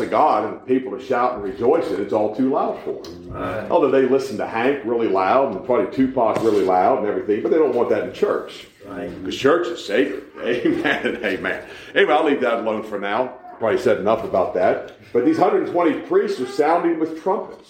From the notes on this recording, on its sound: We preach live at the Living Waters Baptist Church in Mocksville, NC.